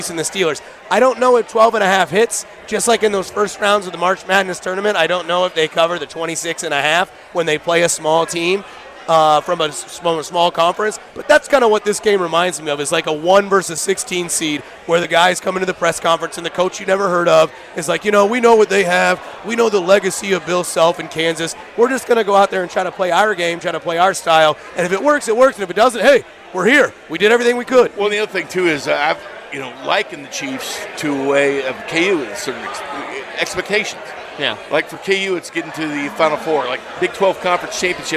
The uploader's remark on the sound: opens the show live from Cinder Block Brewery